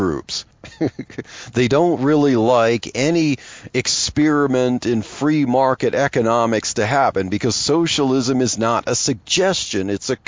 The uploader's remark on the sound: In this episode of Truthspresso Express I chat about Jesus and socialism while driving to work.